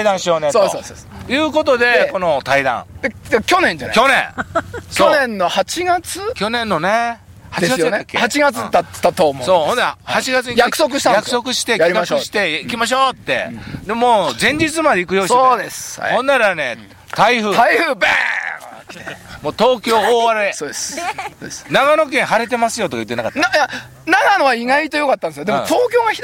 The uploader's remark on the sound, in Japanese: 長野県ビーナスラインの霧ヶ峰高原にて。バイクツーリングをして青空対談収録を開催いたしました。